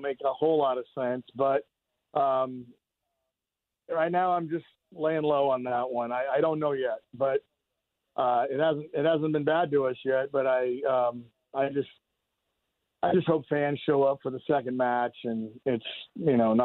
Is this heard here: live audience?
no